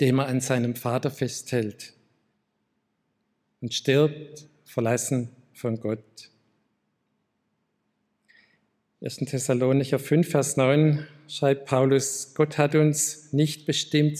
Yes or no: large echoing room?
yes